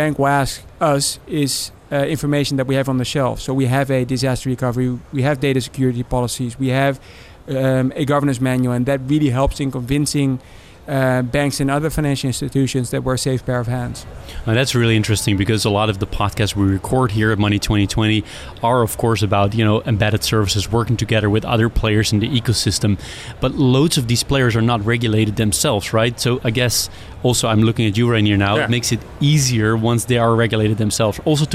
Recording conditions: busy venue